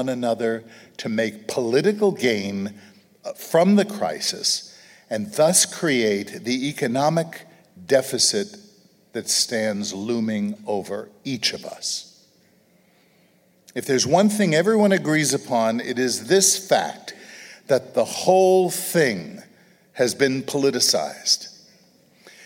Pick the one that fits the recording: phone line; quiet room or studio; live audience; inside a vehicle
live audience